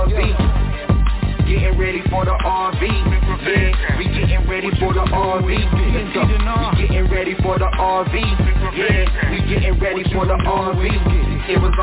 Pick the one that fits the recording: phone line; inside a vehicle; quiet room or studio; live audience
phone line